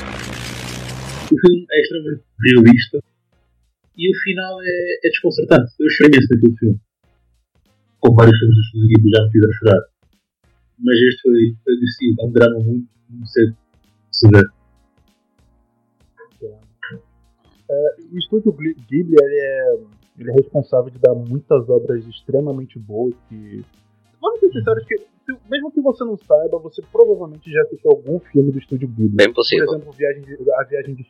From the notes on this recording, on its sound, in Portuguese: Uma péssima qualidade de áudio.